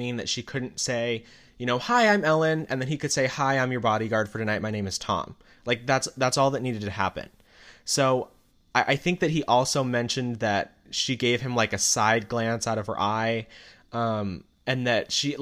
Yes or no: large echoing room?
no